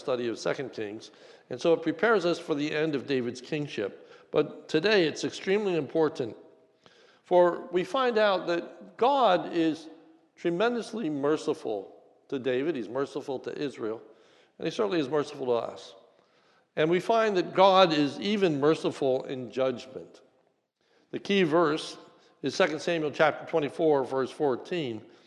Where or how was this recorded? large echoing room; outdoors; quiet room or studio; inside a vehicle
large echoing room